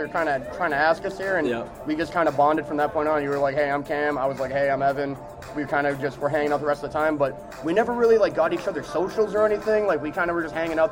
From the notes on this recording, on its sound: Coming to you LIVE from the Hangar Pub and Grill in Amherst before the "Chill the Bill" game against UConn.